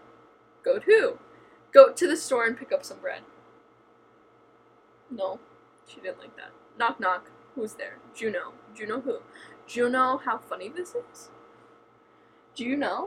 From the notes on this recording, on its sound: I apologize for the background noise in this episode.